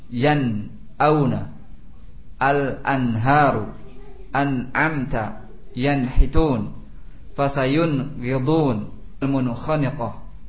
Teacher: Nun sakinah nun sukun dibaca idhar, dibaca dengan jelas sesuai makhrajnya tanpa diiringi dengan gunnah, terdiri dari satu kalimat atau dua kalimat.